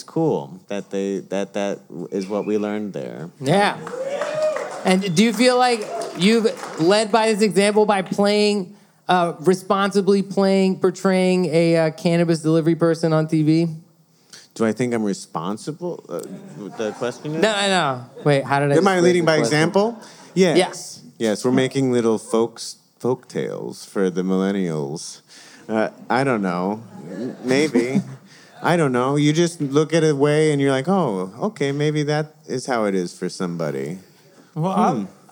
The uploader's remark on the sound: We recorded live in front of a standing-room-only crowd at the Bell House in NYC as part of the 2020 Brooklyn Podcast Festival .